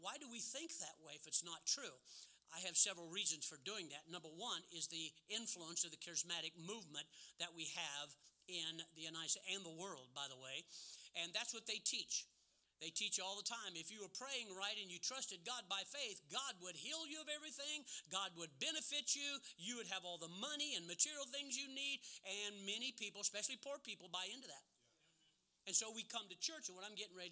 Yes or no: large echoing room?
yes